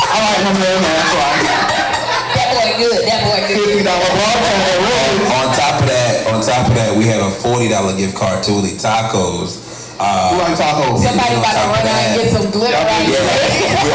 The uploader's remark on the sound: This recording is from our mask party